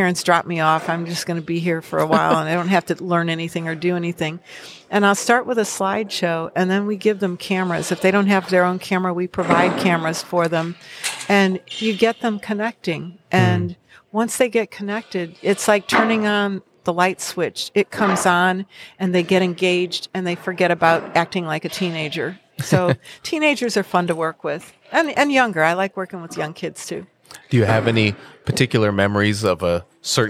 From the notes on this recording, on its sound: We recorded it a few hours later in the Birding Bazaar on the last day of the festival - where booths were being dismantled in the background. I apologize for all the noise.